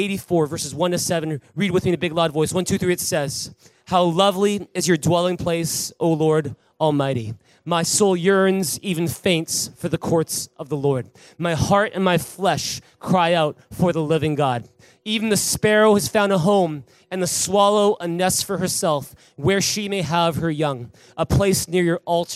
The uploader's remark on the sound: Recorded on December 1, 2019 at THRIVE Church Vancouver, Canada